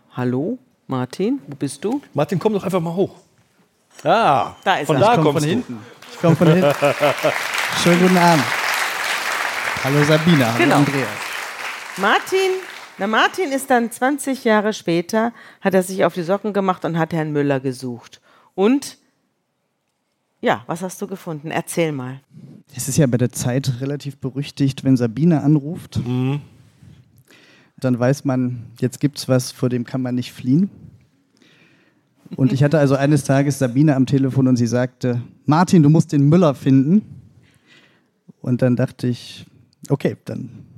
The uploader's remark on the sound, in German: In Leipzig vor Publikum.